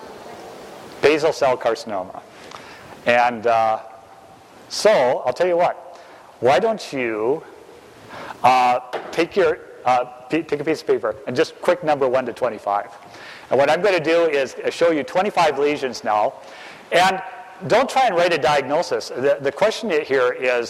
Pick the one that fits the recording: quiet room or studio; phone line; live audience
live audience